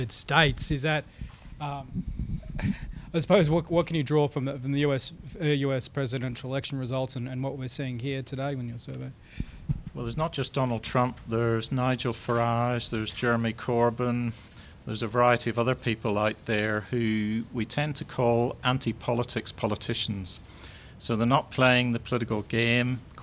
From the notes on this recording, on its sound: live from Parliament House